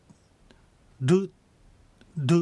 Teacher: 舌を上あごにつけて、弾くように発音する